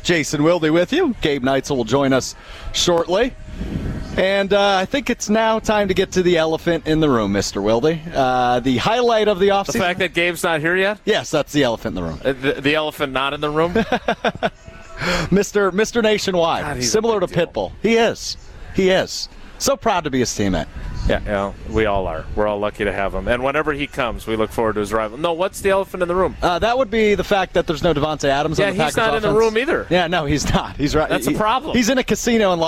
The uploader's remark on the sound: live from Summerfest